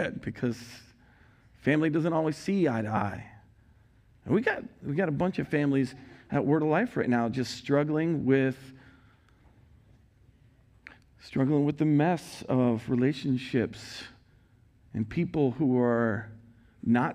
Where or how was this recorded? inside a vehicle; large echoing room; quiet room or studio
large echoing room